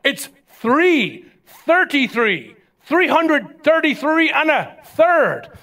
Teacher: the reason why we couldn't do the TH sound was because there was no TH sound in the Irish language. So we were trying to speak the language and not having the ability to produce a sound.